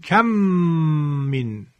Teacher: حتما باید با غنه ادا شود، یعنی صدا از فضای بینی، از خیشوم، همراه با دو حرکت کشش صوت. مثلا اگر بود کم من، باید بخونیم کم من، تشدید میدیم، دو حرکت هم غنه.